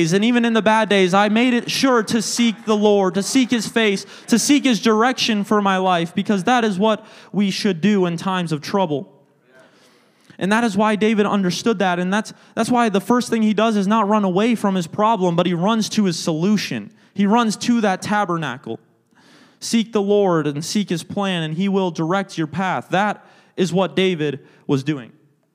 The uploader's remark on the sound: a service recording from Connect Point UPC!